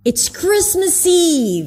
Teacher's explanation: So he kind of like stresses everything except for it.